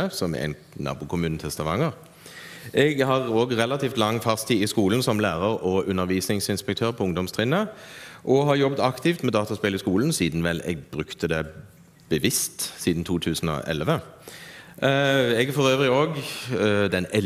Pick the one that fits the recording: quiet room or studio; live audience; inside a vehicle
live audience